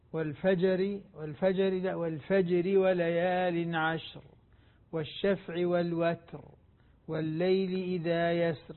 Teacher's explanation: انتبهي للقلقلة خاصة القلقلة الصغرى، لا نزيد على يعني على مقدارها ولا نحرك السكون